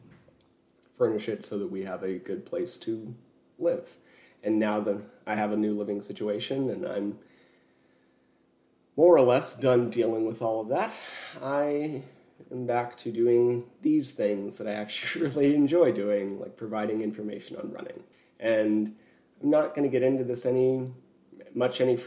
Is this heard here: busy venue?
no